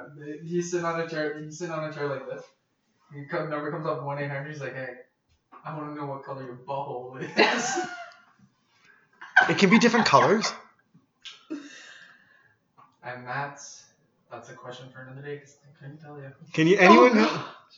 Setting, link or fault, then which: fault, poor sound quality